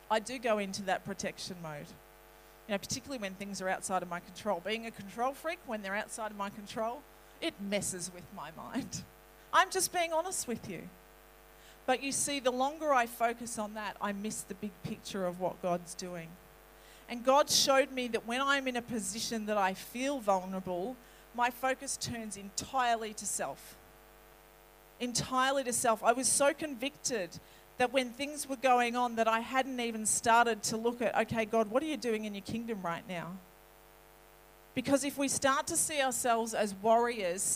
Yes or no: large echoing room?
yes